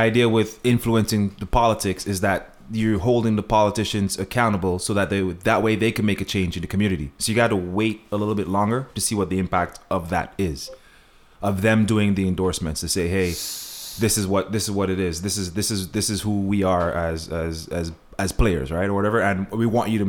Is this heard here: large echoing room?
no